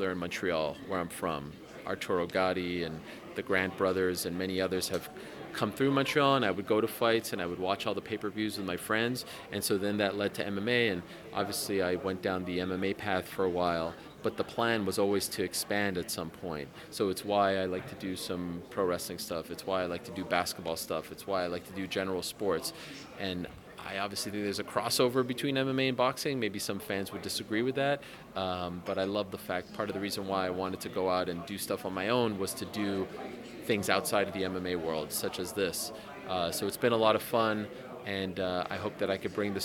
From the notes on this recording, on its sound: at the launch press conference